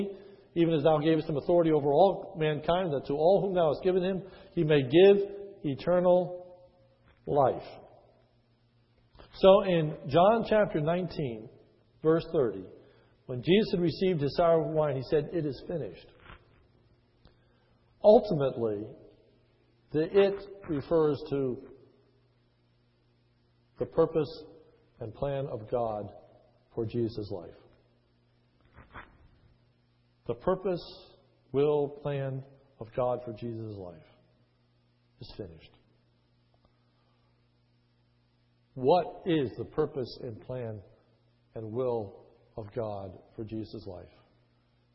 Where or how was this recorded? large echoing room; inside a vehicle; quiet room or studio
large echoing room